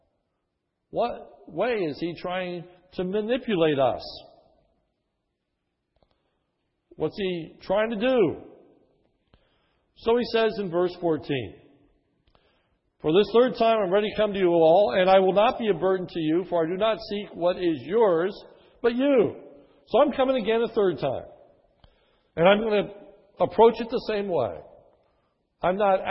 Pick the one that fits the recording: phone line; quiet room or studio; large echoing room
large echoing room